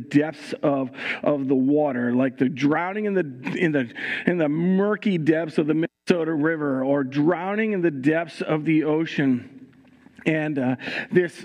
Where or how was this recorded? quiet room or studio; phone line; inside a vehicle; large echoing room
large echoing room